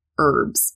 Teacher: We don't pronounce that H at the front like the Brits do. They would say herbs, but in American English, we say herbs.